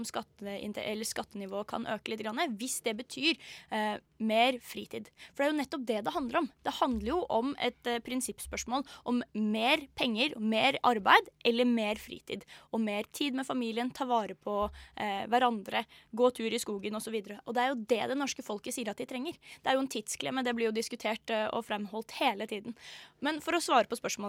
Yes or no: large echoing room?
no